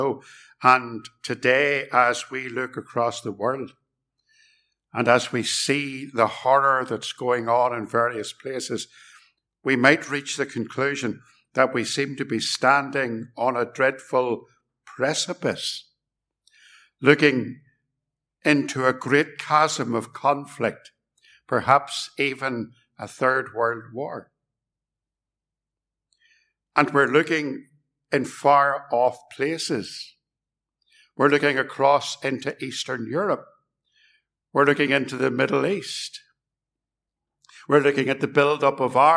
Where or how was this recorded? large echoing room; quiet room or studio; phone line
large echoing room